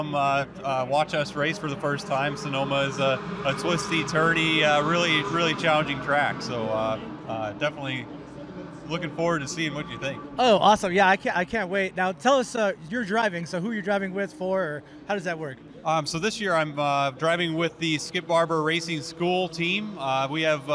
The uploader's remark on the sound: comes to you "live" From the GT Challenge Sonoma Raceway